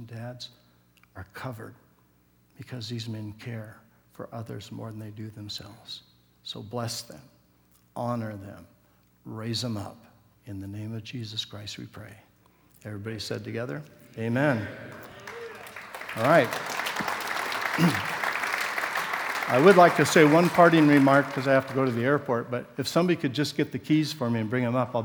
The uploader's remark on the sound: Session 3 from the 2014 Southwest Men's Conference, Empowrd.